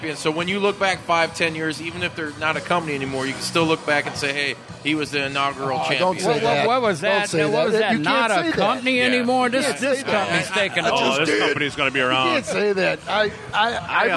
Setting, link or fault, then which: setting, busy venue